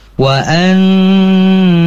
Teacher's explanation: selain daripada itu lamnya itu tidak ditahan lama. · Term: alif lam syamsiah